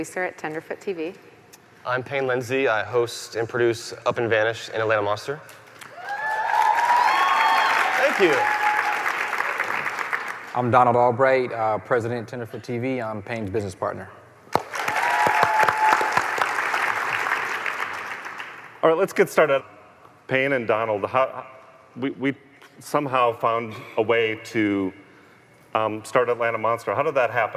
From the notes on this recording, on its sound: Live from CrimeCon 2018